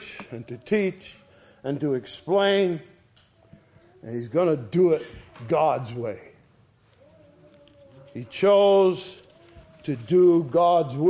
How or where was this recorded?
large echoing room